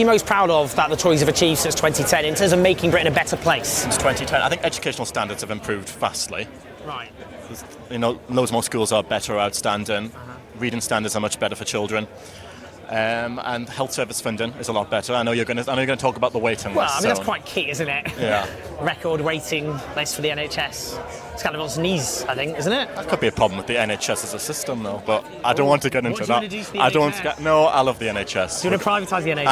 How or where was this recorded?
busy venue